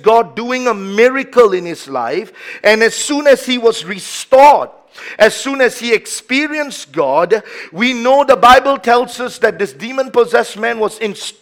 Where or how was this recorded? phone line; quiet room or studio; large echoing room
large echoing room